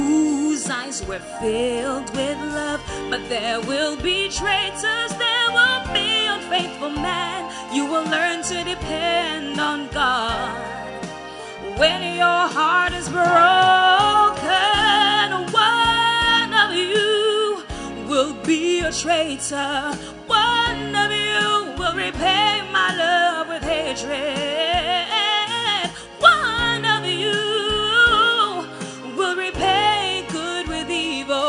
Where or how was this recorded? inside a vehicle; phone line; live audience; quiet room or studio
live audience